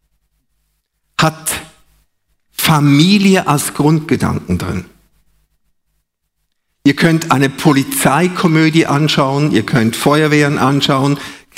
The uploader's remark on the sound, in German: Live aus Winterthur der Dienstagsgottesdienst